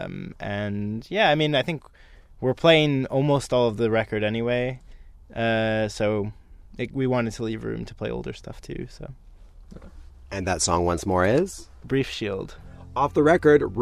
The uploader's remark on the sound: I climbed into the tour van